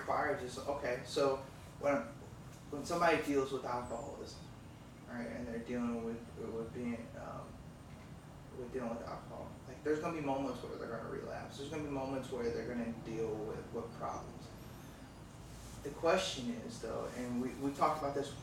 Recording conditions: poor microphone